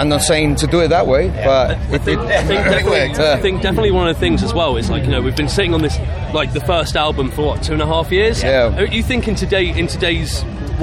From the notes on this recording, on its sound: TURS at Bloodstock 2022. After they opened up proceedings on the main stage at this years Bloodstock Festival 2022.